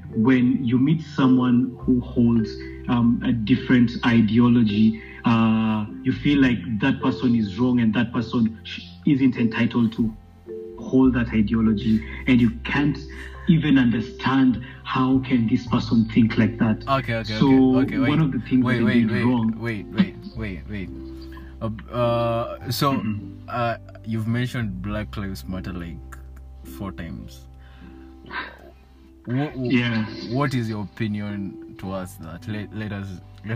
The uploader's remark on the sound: i have a phone conversation with a friend from Rwanda